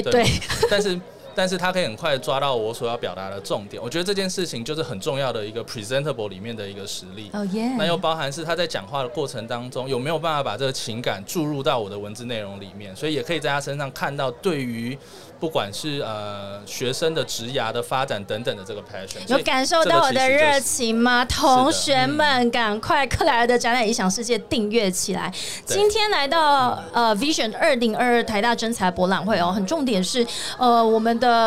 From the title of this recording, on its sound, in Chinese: VISION 2022 臺大校園徵才博覽會-Live Podcast